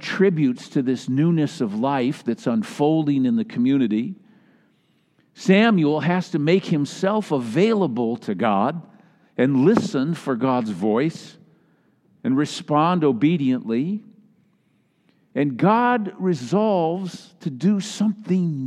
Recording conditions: large echoing room